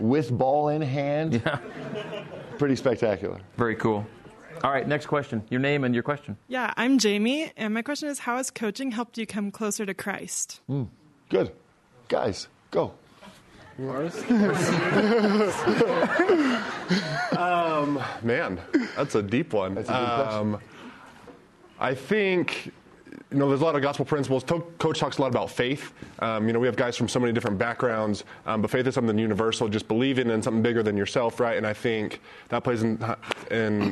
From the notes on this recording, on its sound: A live audience in Studio C.